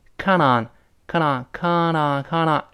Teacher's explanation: Canon 中间那个 t 会轻轻浊化成 deadin。